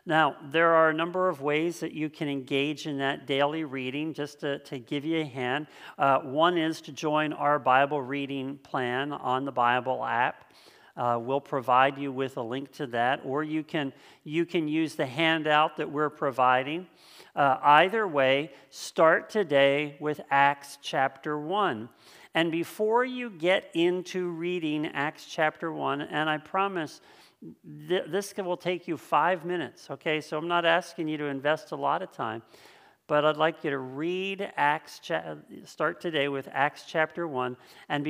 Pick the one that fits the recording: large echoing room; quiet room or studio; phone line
large echoing room